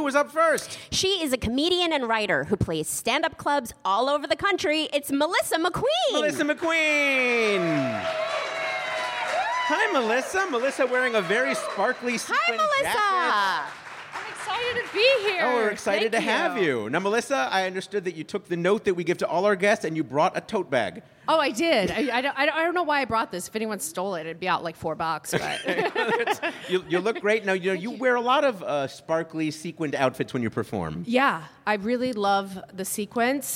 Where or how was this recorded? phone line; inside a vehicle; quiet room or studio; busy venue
busy venue